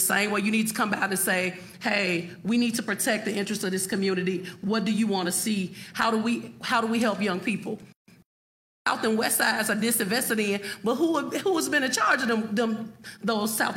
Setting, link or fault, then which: setting, live audience